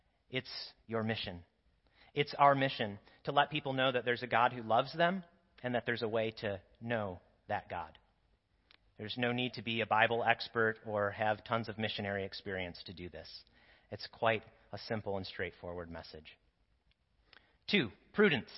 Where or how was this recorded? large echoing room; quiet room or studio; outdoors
large echoing room